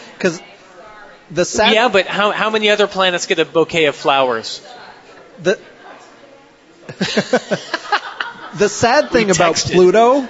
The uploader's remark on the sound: LIVE at Big Bobs Burgers. Questions comments concerns from audience.